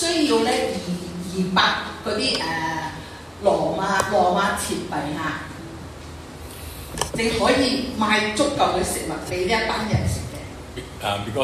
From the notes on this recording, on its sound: Preached on 17/11/23 in St Andrews Presbyterian Church Pengkalan Ipoh.